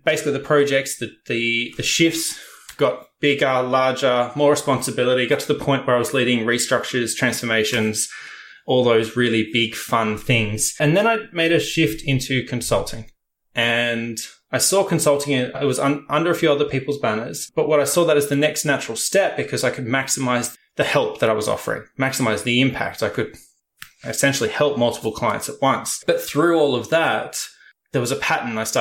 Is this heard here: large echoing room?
no